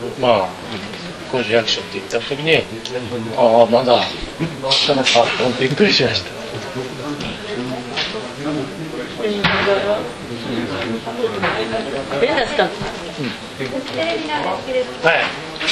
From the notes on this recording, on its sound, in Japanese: 現地から届いたばかりの、受賞直後の囲み取材音声をフル尺でお送りします。第76回カンヌ国際映画祭のコンペティション部門で。